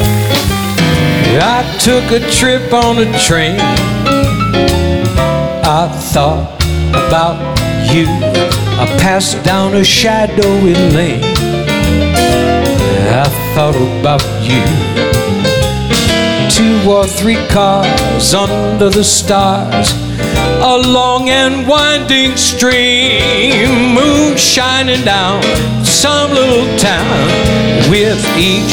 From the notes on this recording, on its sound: Live at the SouthPoint Casino